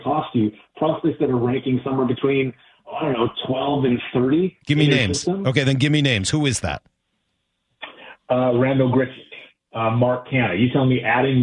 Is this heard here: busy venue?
no